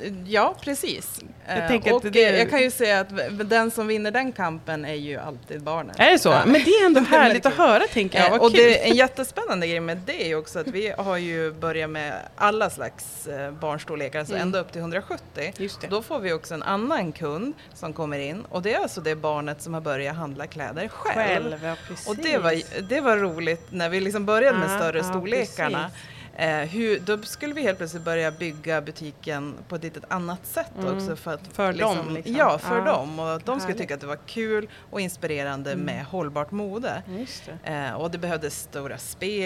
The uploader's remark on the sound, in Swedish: Live från Sustainable Fashion Street